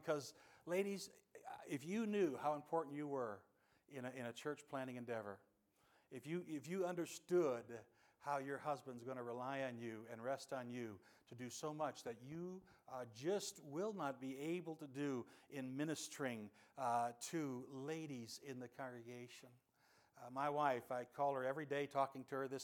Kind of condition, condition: setting, large echoing room